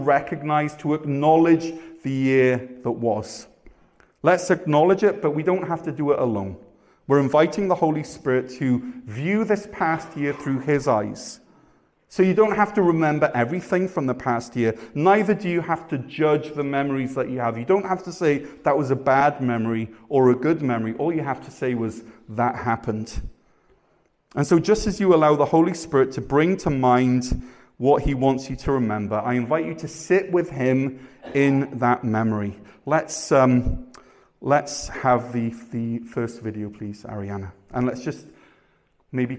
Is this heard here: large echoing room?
yes